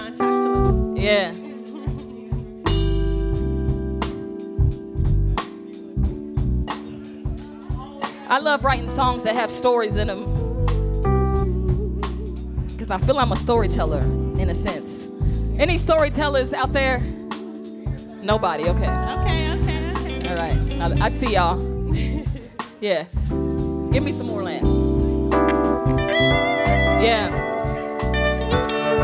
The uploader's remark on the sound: During their performance at Square Cat Vinyl during the Virginia Avenue Music Festival. During their performance at Square Cat Vinyl during the Virginia Avenue Music Festival.